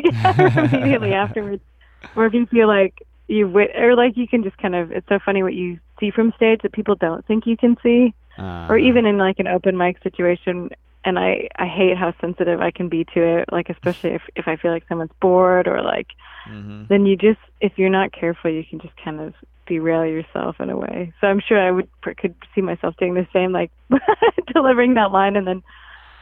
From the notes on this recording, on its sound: by phone